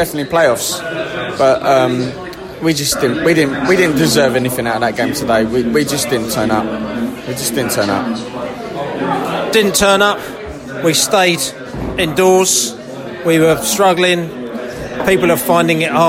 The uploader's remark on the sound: post-match podcast from the pub